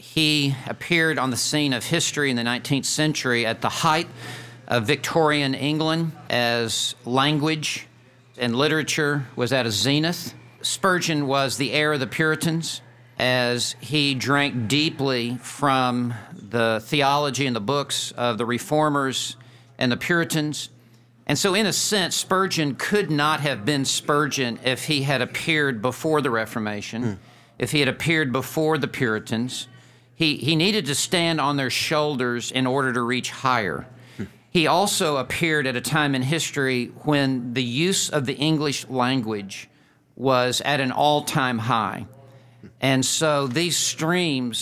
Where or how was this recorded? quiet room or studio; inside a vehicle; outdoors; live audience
live audience